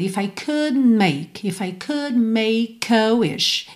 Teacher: quando eu estou chegando no could, eu já estou fechando os lábios para make, você nem ouve nada